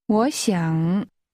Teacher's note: The word think has a falling, rising tone.